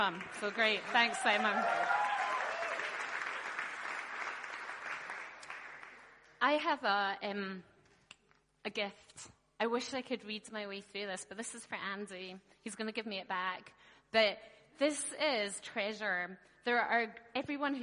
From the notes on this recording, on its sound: Talk from the transform conference.